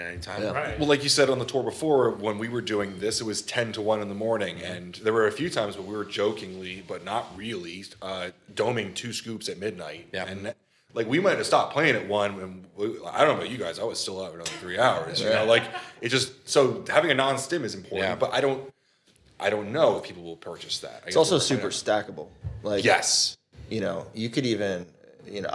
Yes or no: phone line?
no